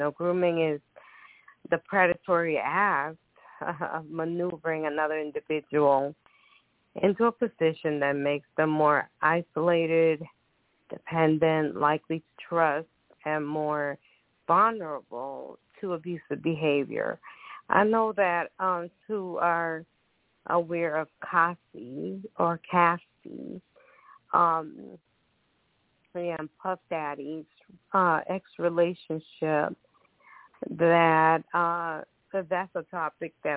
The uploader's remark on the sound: Those who call in will form a panel